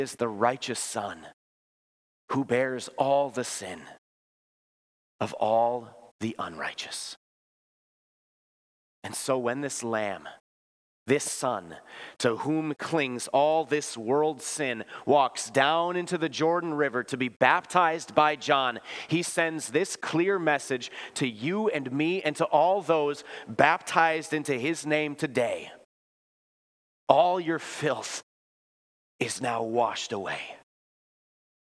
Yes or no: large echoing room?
yes